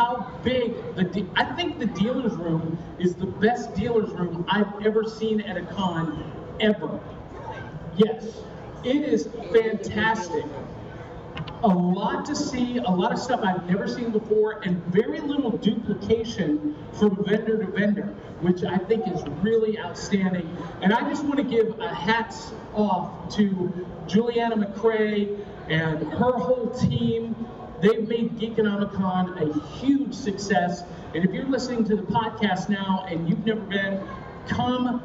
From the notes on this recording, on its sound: Live From Geekonomicon 2015. The team is all LIVE in the same room for the first time in our broadcast history!